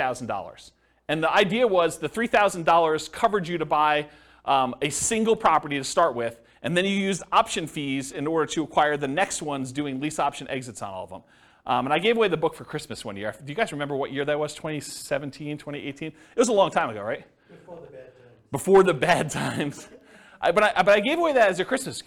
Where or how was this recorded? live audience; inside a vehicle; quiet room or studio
live audience